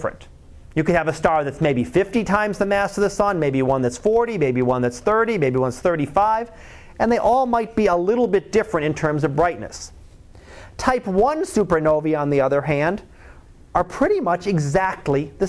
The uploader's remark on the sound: Live Class Lecture.